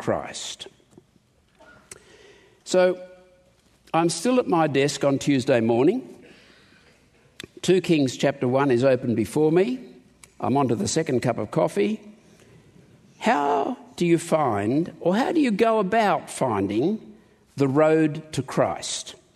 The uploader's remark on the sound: In this conference session